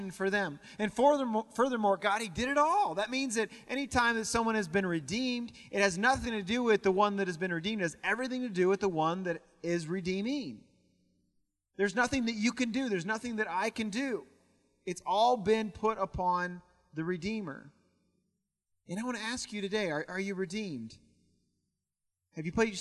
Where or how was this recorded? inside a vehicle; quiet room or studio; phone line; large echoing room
large echoing room